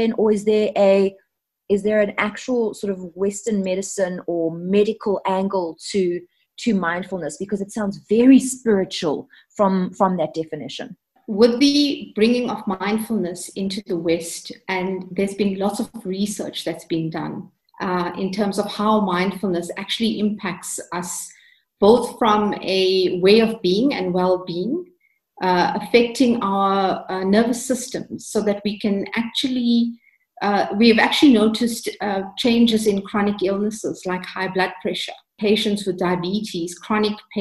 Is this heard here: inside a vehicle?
no